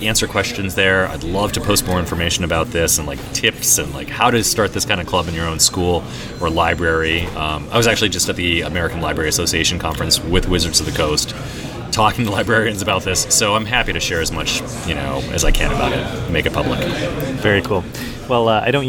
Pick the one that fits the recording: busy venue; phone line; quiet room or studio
busy venue